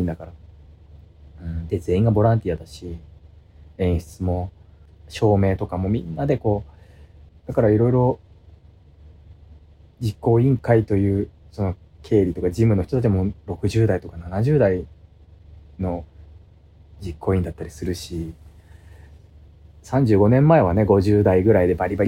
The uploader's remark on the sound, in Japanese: 無菌室なので空気清浄機のノイズや音量バランス等お聞き苦しいかもしれませんがあしからず。